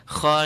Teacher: kha, nice, feel it at the upper part of your throat.